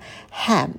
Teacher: Звук «х» очень легкий, воздушный, это ваше дыхание.